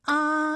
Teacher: 起点元音是前低不圆唇元音啊，舌尖抵住下齿背，舌位降到最低，软腭上升，关闭鼻腔通路啊。那我们从前啊开始，舌面升高，舌面的前部抵住硬腭的前部，当两者将要接触的时